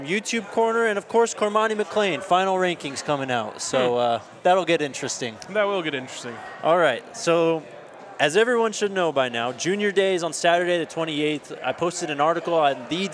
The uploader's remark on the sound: coming to you live from the Breck Farmhouse!